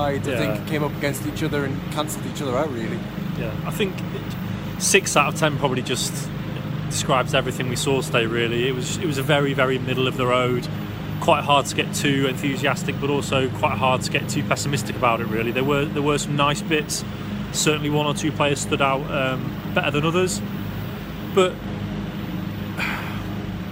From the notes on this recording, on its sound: live from Elland Road